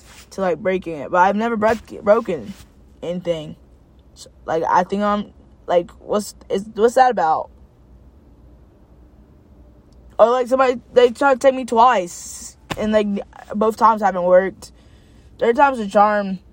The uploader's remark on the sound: Just sitting in my car